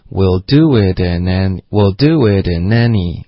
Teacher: nanny 这个 na 的这个音节一定要加重音